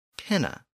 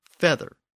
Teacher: So Latin penna and English feather are cognate. And we see the P sound from Latin, which was inherited from the earlier Indo-European language, and it had shifted to an F sound in the Germanic word feather.